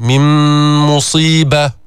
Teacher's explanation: أدغمنا النون في الميم، من مصيبة، غنة تشديد، غنة مقدار حركتين · Term: إدغام كامل